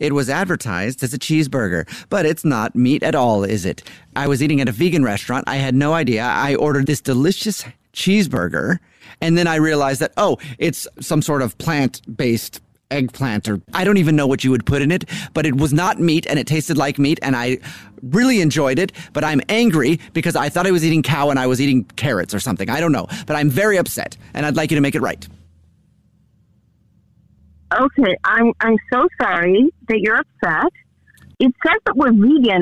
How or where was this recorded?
phone line